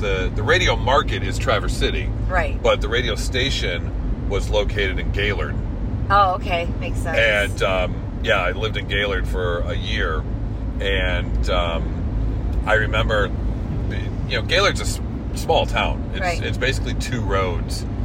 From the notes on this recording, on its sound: Take a special trip up to the U.P for a live show and have special traveling podcast for you made in the car!